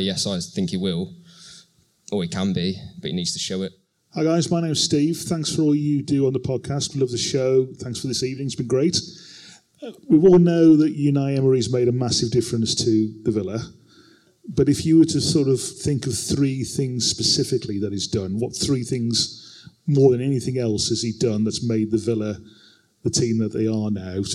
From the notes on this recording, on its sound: In the final part of our #ClaretAndBlueLIVE show, we answered questions from the 300 Villa fans in the audience at Hockley Social Club.